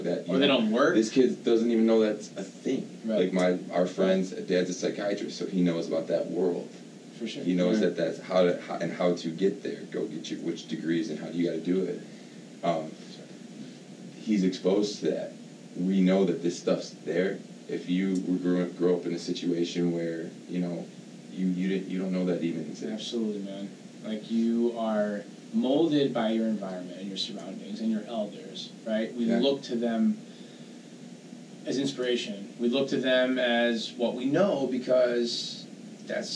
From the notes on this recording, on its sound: We apologize for the audio quality of this episode as we had some techincal difficulties